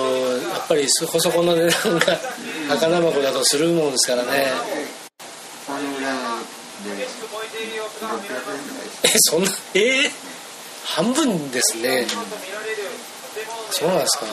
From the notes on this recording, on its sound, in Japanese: 三重県尾鷲市へ仕事で出かけていました。その初日の夜に飛び込みで入った割烹のカウンターで大将との会話を録音させてもらいました。